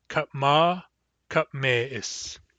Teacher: in Barkly Sound dialect, this word will also undergo umlaut because is starts with glottal stop I. The A of kutma becomes an E.